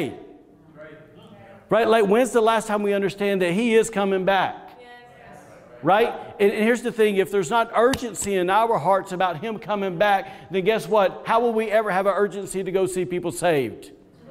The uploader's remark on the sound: Was recorded on Sunday, January 17th, 2021, during service at The Anchor Church in Rockport, Maine.